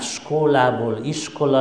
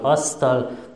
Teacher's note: a szó elejére oda tett a magyar nyelv egy magánhangzót, és a szláv skólából iskola lett, a stolból asztal, és · Term: mással hangzó torlódást